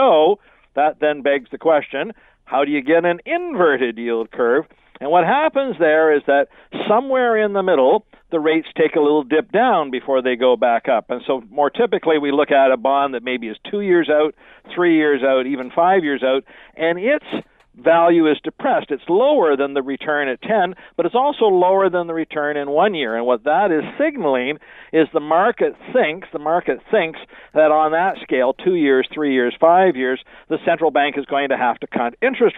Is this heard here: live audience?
no